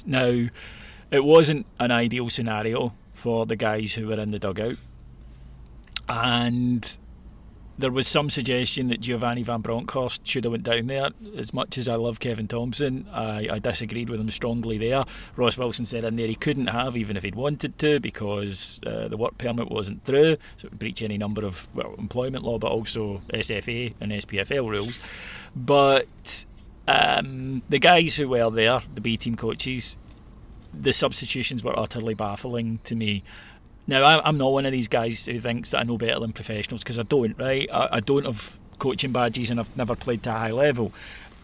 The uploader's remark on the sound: Live From GVB Unveiling. Highlights from the press conference.